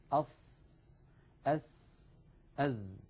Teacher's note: كل الناس، ما أحد ينطق السين من الأسنان العليا، وإنما ننطقها جميعا من، نضع رأس لساننا عند الصفحة الداخلية للأسنان السفلى · Term: حروف الصفير